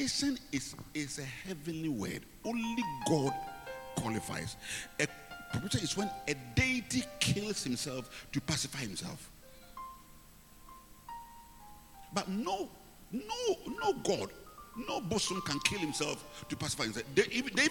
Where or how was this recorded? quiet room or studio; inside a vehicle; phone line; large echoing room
large echoing room